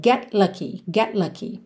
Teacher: A língua já tá no céu da boca pro T de get, já sai pro lucky